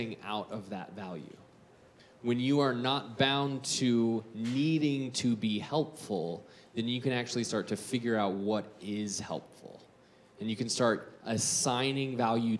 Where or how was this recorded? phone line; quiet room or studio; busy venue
busy venue